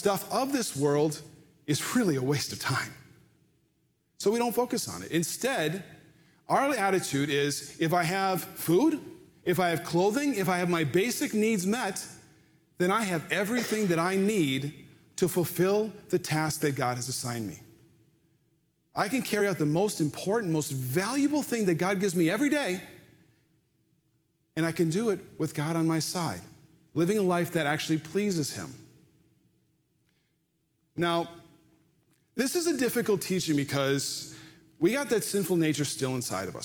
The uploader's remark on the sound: Live from our Celebration Ministry Center